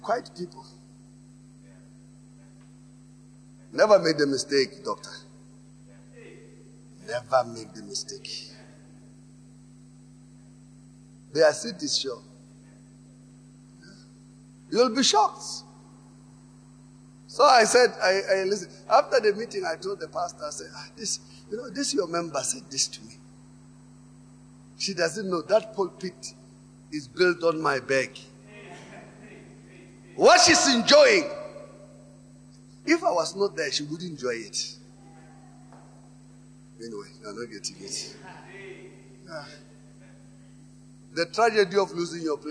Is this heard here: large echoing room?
yes